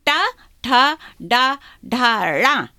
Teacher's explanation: टा में आपकी जीभ मुड़ती है, ट्विस्ट होती है, और उसको लिखते भी हैं मोड़ कर टा, तो वो जो टक्कर लगती है वो तालु पर लगती है, पैलेटल, तो ट ठ ड ढ ण। · Term: टावर्ग